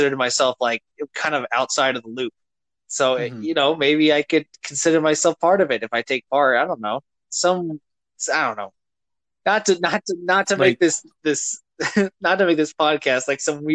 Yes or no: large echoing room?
no